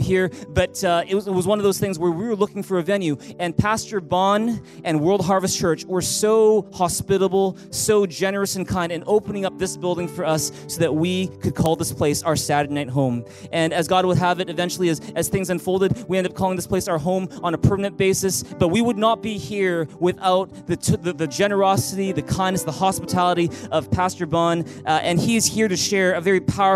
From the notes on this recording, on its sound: Recorded on July 15, 2018 at THRIVE Church Vancouver, Canada.